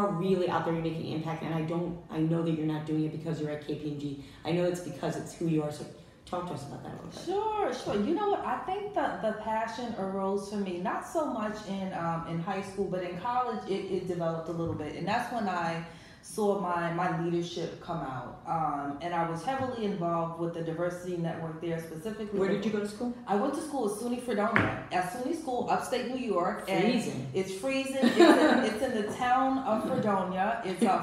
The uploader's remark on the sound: This episode was filmed LIVE at Luminary - a NYC Hub for WonderWomen in Business